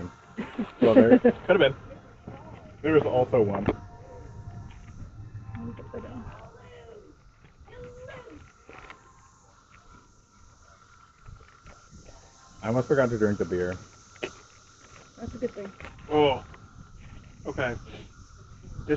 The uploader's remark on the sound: We had an amazing time recording at Beltway Brewing Company this weekend. Enjoy listening to the cicada chorus and us dodging the little monsters while we recorded.